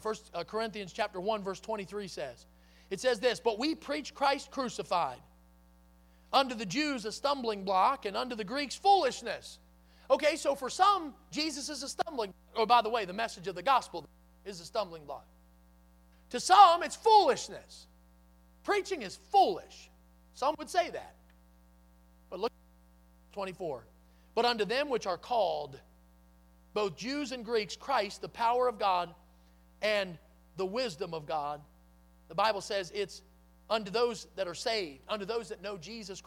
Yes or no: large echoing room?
yes